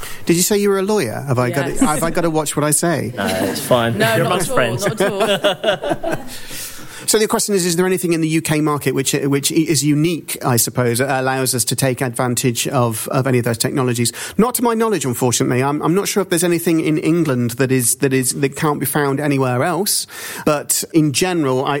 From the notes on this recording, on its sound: LIVE from The Last Thursday Club. Joined live at IAB HQ. Recorded in front of a live audience of 50 IAB members at The Last Thursday Club.